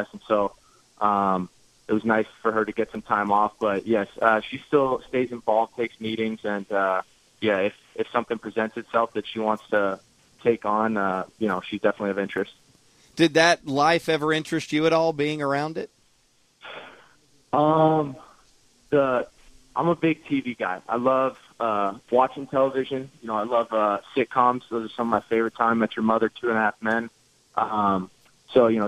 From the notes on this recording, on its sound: called in to the Ben and Skin show